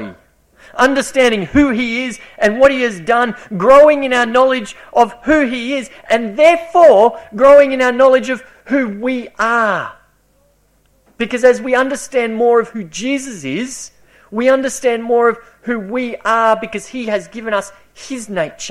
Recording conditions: large echoing room